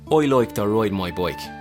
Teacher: remember that K at the end, I'm just aspirating it the same as the T's.